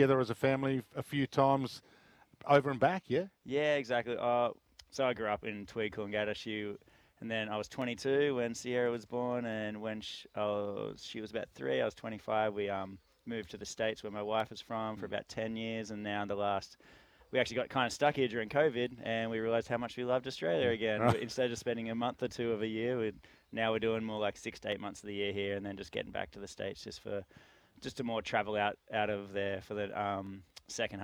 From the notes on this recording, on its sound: live from the Sandy Golf Links!